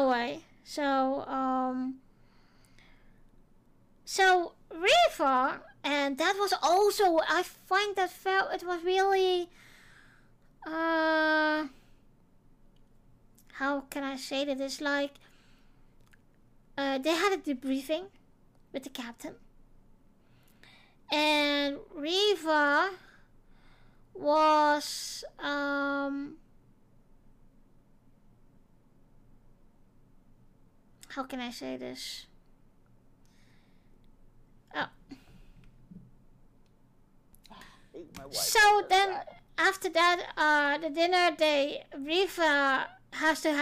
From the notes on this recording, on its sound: Sorry for the terrible audio. I noticed my settings weren't correct afterwards. Today another video recording.